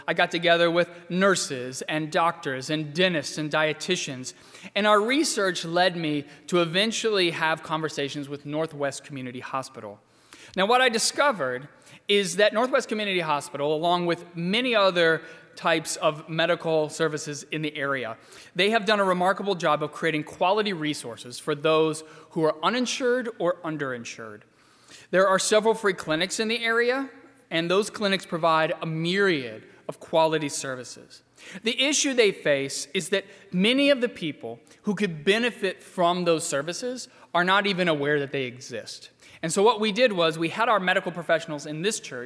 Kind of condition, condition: setting, large echoing room